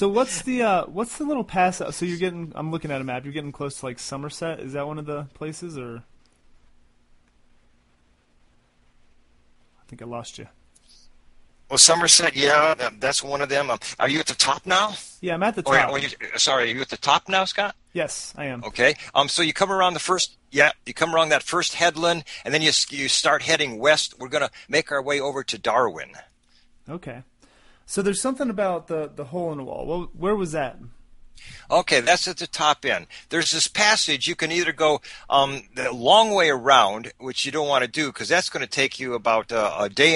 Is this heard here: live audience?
no